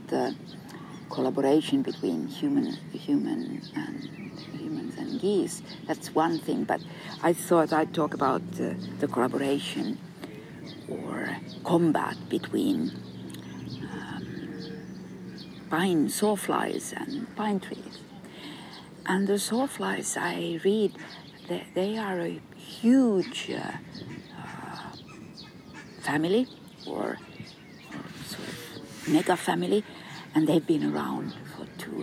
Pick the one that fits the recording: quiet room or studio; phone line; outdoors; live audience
outdoors